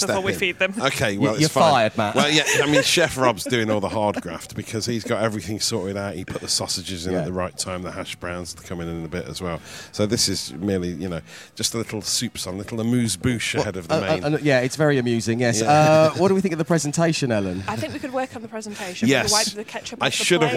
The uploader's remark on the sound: LIVE from the Bassetlaw Foodbank with Wickes!